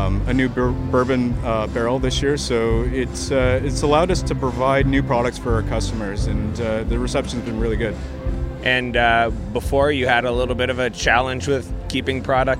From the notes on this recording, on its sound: Toronto Cider Fest 2019. At their first Toronto Cider Festival.